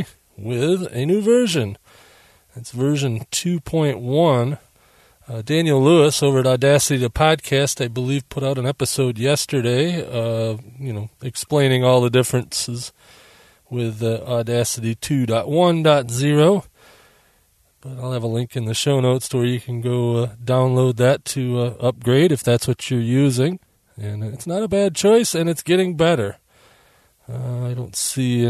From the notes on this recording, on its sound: As we called it “back in the day”, live to the hard drive. In fact, I’m recording from my mobile studio (my van) using the mobile setup.